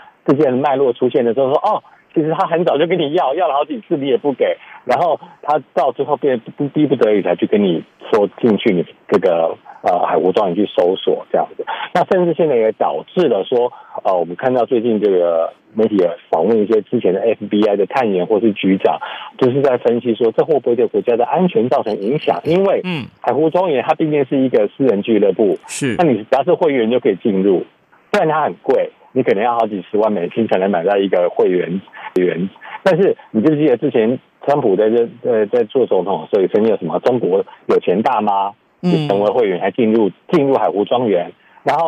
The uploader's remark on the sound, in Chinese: 美國之音每月連線。連線美國之音白宮記者。